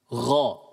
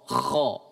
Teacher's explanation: Sama, mereka dikeluarkan dari tenggorokan bagian atas.